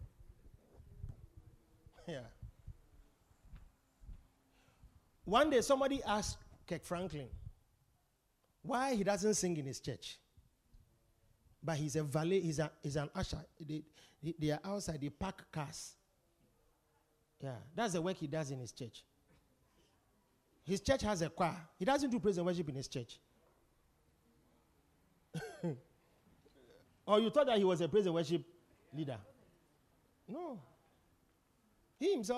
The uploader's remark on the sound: Preached at The Supernatural Encounter Service.